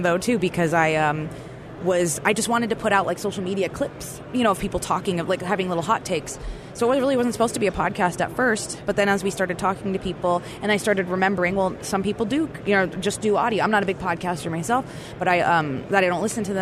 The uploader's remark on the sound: Live at the NAB Show